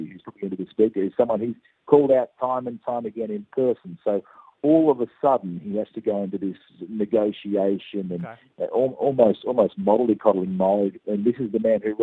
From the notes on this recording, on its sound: Joins us on the phone